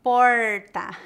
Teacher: a pronúncia do R retroflexo, também conhecido informalmente como R caipira